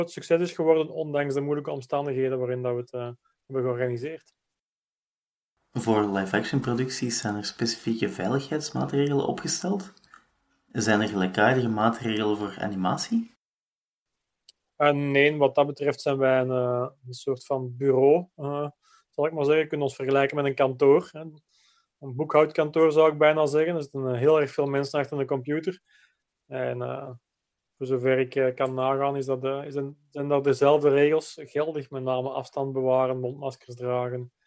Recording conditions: video call